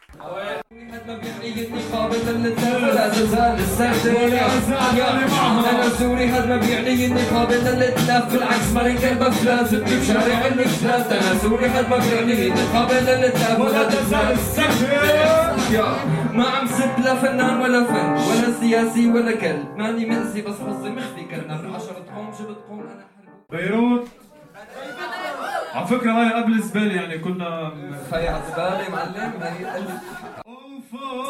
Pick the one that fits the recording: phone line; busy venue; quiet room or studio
busy venue